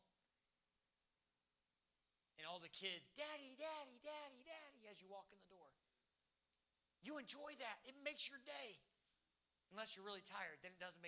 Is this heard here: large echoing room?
yes